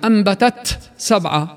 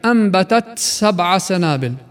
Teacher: فالتاء لا تدغم مع السين، ولا هي همس كامل · Shown in: second take